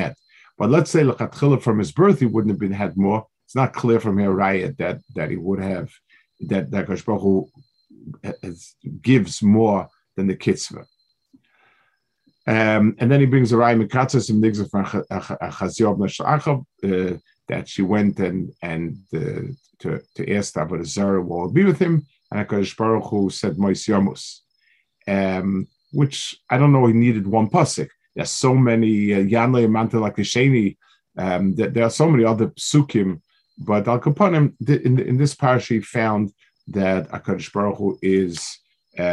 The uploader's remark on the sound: This shiur take place over Zoom on Motzei Shabbos.